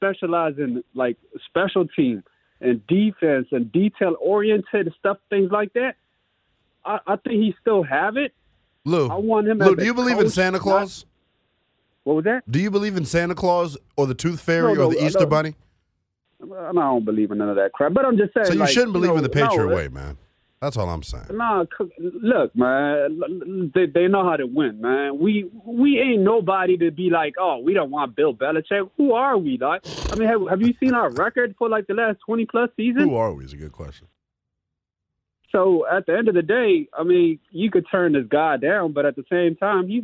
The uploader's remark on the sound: Back to the phones.